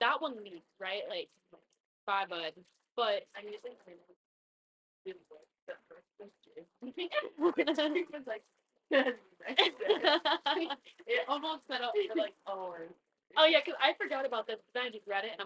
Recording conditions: poor microphone